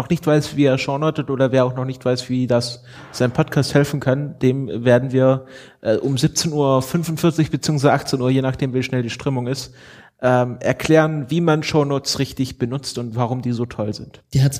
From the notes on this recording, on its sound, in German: Wir haben eine Folge auf dem Podstock 2015 aufgezeichnet. Vor Publikum und mit einigen Gäst*innen.